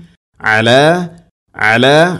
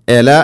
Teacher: ഐൻ തൊണ്ടയുടെ മധ്യഭാഗം, എല എന്നല്ല · Shown in: first take